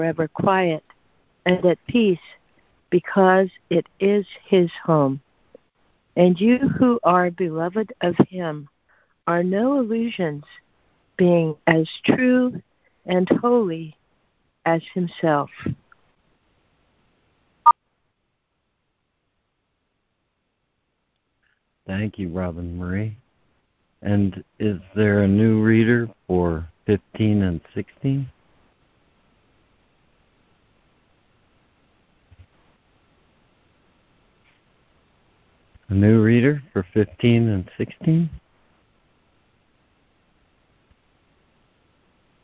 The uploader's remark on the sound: ACIM Daily Conference Call.